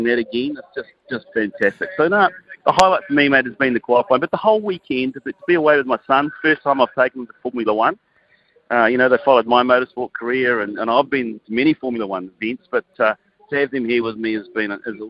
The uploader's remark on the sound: Live from the F1 in Melbourne!